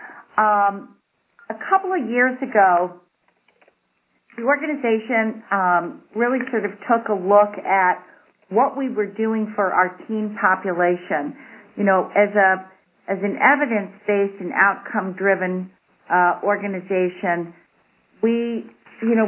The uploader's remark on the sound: On this recording, you'll hear a fast-paced conference call.